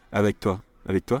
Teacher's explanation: notice that I don't hit avec hard. You kind of skim over it. Avec toi. Avec toi.